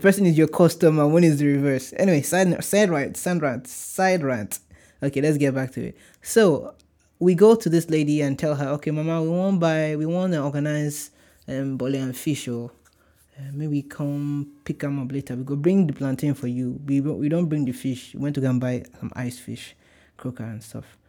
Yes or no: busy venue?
no